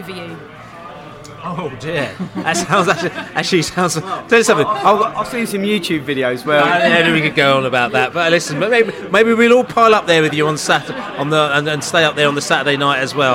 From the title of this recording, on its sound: podcast from the Pub